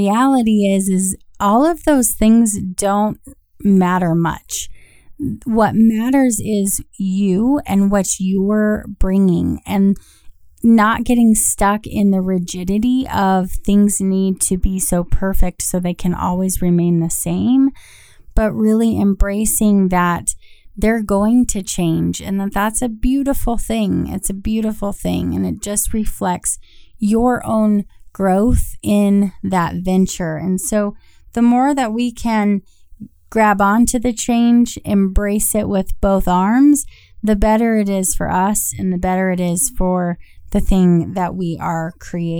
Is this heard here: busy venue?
no